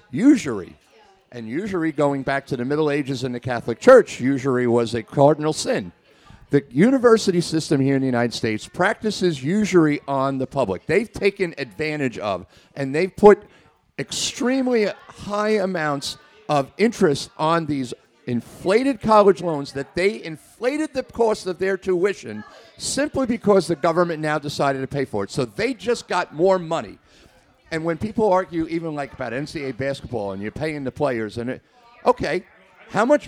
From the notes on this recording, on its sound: Recorded LIVE in front of an audience at Staten Island, New York's Castleton Corners Pub. Over drinks and even a few questions from the audience.